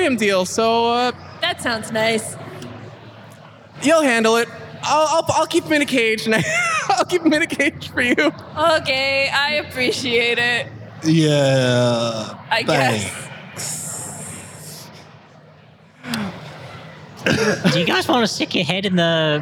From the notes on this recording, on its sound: In their second live appearance, the Ghosts on a Train gang played a short encounter on The Creator Stage. At Fan Expo Boston 2023!